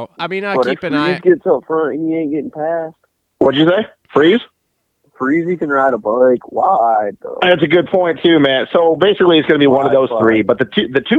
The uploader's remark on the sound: get on the phone